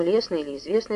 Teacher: Ведь когда мы произносим лестный или известный, то звук «т», можно сказать, вовсе никак нами не произносится